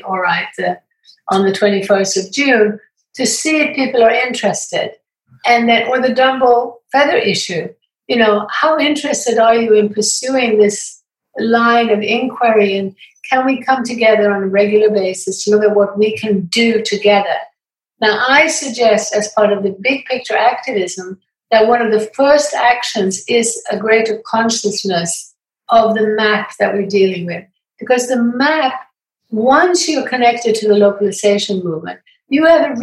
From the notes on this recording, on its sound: We wrap up our weekly Zoom Conversation Series.